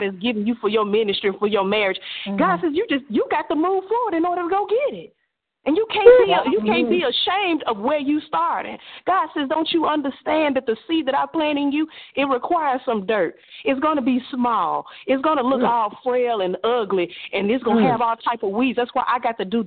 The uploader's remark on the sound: CWBN Annual 4th Teleconference.